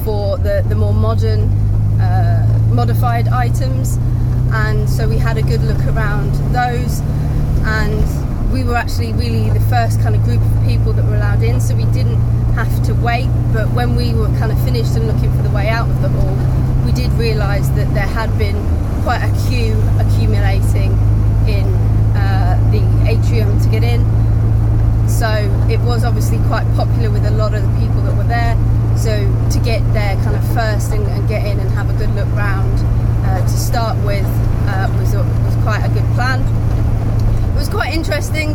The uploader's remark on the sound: all recorded from my 1968 Morris Minor, Peggy